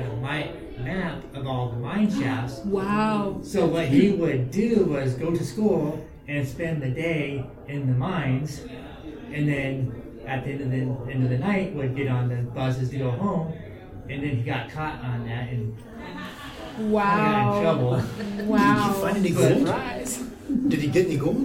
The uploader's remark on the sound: Recorded live March 10, 2023 at Wild Wild West Con. Salon.